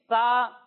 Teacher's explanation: سا کے اندر سیٹی کی آواز نہیں آئے گی، یعنی اسے ہم پڑھیں گے سا.